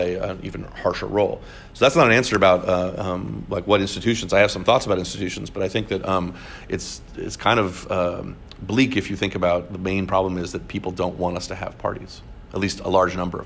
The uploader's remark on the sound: at the annual conference of the Southern Political Science Association in San Juan, Puerto Rico, on 1/11/2020.